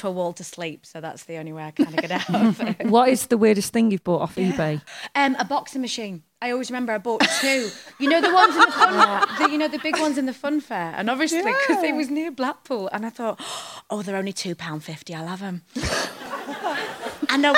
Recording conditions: live audience